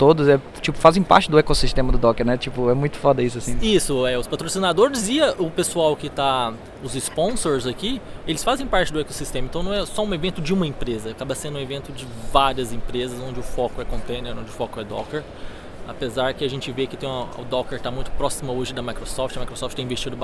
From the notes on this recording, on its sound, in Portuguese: Saõ Francisco – USA, para participar da maior conferência sobre Docker do mundo! Gravado no meio da efervescência do evento.